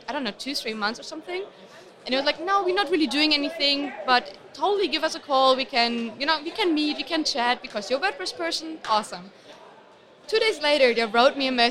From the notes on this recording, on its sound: They are both interviews which were recorded in the corridors of WordCamp Europe, so apologies for the background noise.